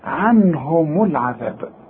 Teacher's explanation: خد بالك الميم مضمومة، علشان في ناس بتيجي تقول إيه عنهم العذاب، عنهم إيه؟ يا راجل دي الميم مضمومة عند الوصل، إنما إذا وقفت هنسكنها نقول عنهم، إنما إذا وصلت ولازم توصل هنقول إيه عنهم العذاب.